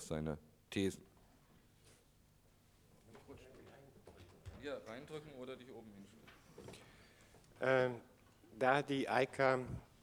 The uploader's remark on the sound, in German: Podiumsdiskussion in Frankfurt. 1987, veranstaltet von der „AICA“, der deutschen Sektion des internationalen Verbands der Kunstkritik.